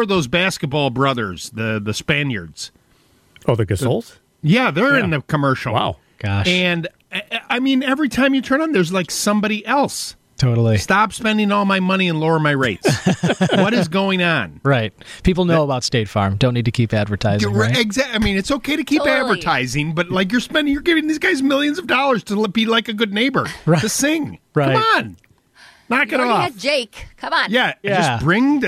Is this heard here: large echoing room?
no